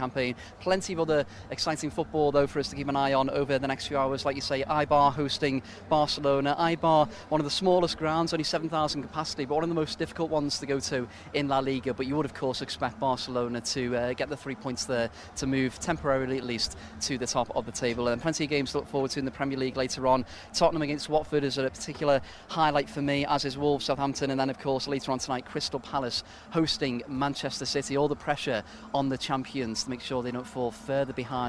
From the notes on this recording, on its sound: From our original home, Barasti. Back at Barasti, where the game is always.